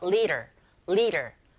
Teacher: 드가 아닌 르에 가깝게 들려서